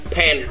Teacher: Tức là mình nén hơi, mình tống hơi ra khỏi môi nè. Đó, nghe nổ cái bọc cái P rồi đi chị nào.